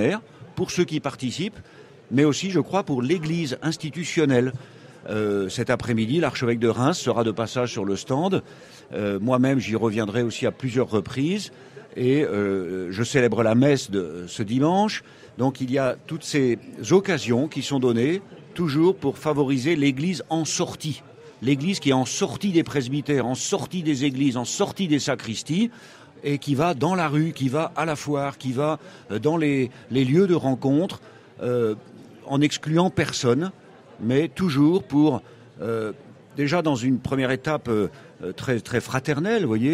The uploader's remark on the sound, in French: RCF en direct de la 76e Foire de Châlons.